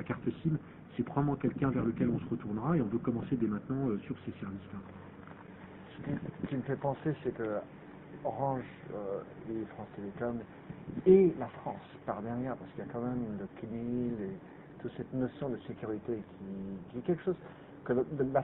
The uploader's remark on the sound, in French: La qualité du son est perturbé par le lieu inouï où nous avons dû enregistrer l'entretien. Malgré parfois un son un peu perturbé.